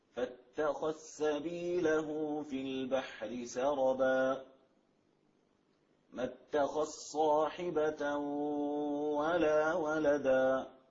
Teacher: نستمع إلى هذا المقطع في إدغام الذال في السين والصاد